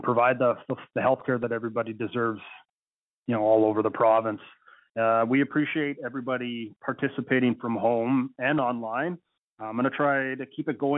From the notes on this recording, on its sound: Budget 2024 Telephone Town Hall, Northern Alberta. Northern Alberta Telephone Town Hall to discuss Albertans' priorities for Budget 2024.